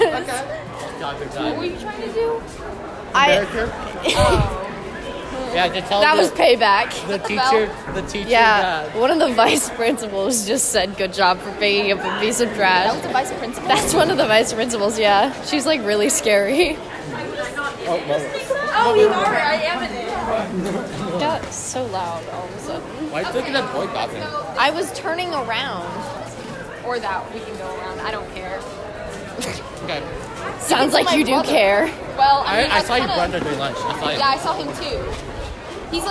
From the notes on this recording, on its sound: Full immersion therapy for me as I record in public.